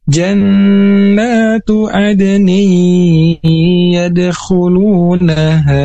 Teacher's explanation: nun mati atau tanwin menghadapi salah satu huruf idgham gunnah, yaitu yang ada empat, ya mim nun waw, dan ditekan juga dua harakat. Jannatu adni yadkhulunaha. · Term: idgham bigunnah